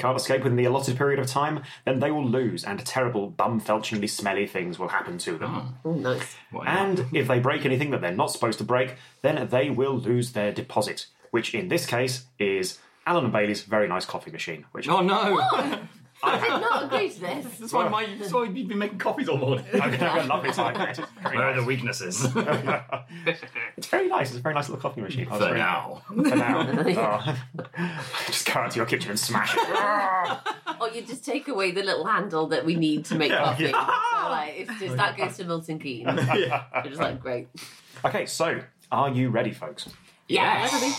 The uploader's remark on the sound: This episode was recorded using a Zoom H2n. Lovely (if slightly echoey, sorry!) dining room.